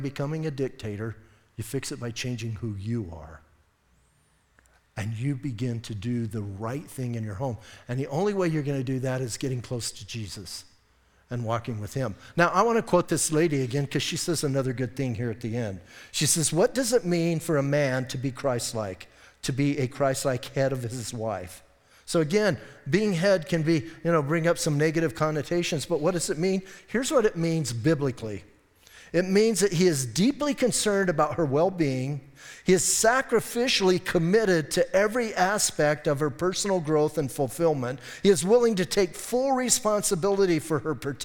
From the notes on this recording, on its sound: Audio messages from Calvary Chapel in Sierra Vista